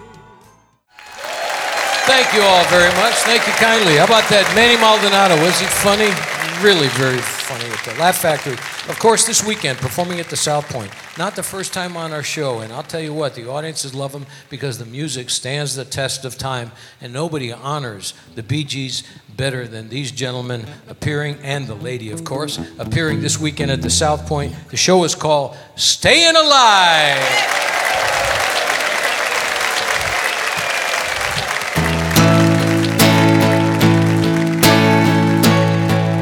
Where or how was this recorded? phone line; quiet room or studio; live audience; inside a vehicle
live audience